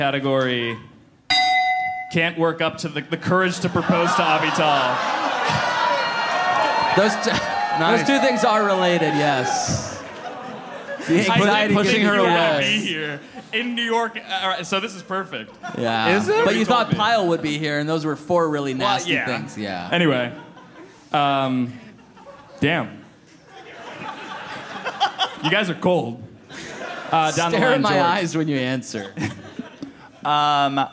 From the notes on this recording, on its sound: Live in NYC! At the first ever live Headgum Podcast show at the Gramercy Theatre in NYC.